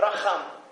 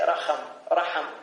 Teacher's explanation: they say Raham with a kha. Whereas we say Raham, Raham with a ha.